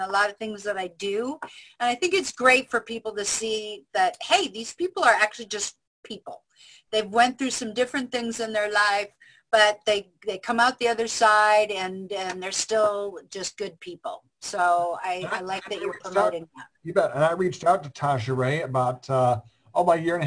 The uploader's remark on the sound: A great discussion and interaction from everyone on the Zoom Show and one of our best shows!